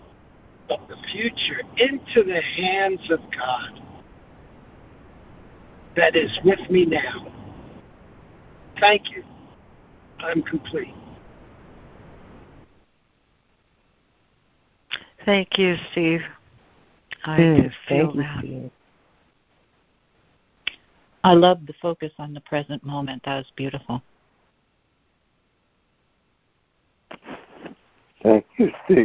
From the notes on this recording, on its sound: ACIM Daily Conference Call